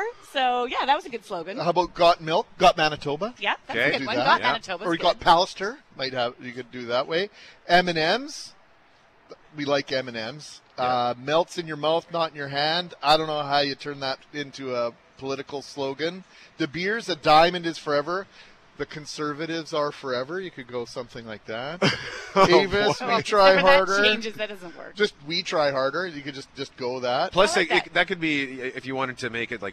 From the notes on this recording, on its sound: LIVE from Portage & Main